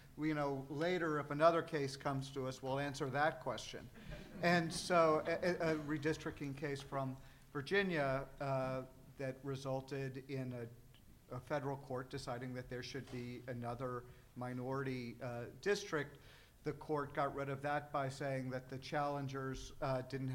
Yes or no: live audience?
yes